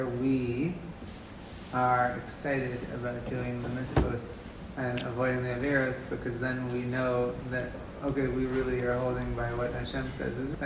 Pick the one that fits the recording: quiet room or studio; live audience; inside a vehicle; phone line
live audience